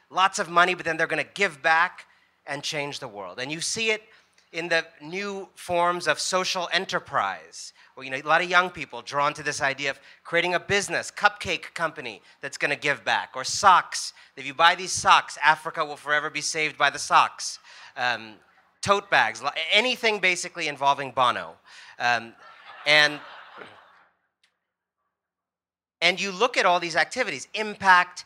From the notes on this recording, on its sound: A live session from #JaipurLitFest2020.